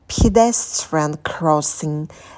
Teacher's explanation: В слове pedestrian на «п» добавляем придыхание.